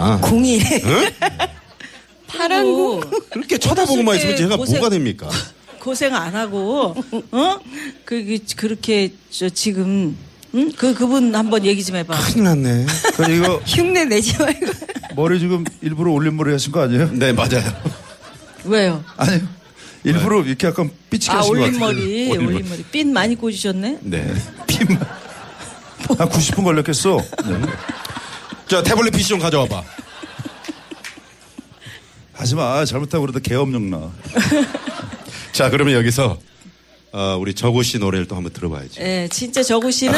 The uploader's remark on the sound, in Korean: 4부 연말특집 공개방송 토닥토닥 2016 콘서트